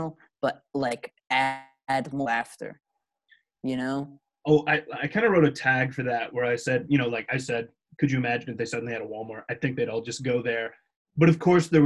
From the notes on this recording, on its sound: You Took It Too Far tries Zoom!